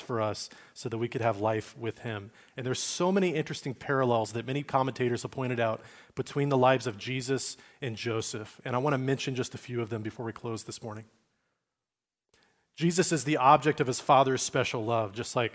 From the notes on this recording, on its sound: Recorded at Liferoads Church in Spokane, Washington, on Sunday, November 26, 2023.